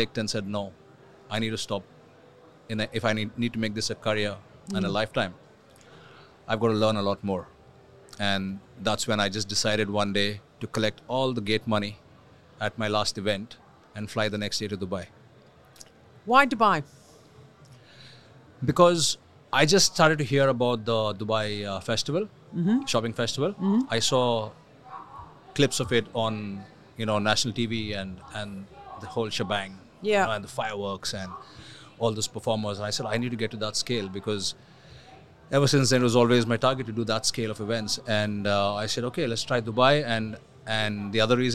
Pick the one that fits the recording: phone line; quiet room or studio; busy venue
busy venue